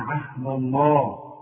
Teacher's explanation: الذين ينقضون عهد الله، لفظ الجلالة ما دام مفتوح، ما دام لفظ الجلالة يسبق حرف مفتوح عهد الدال دي ما دام مفتوحه، نفخم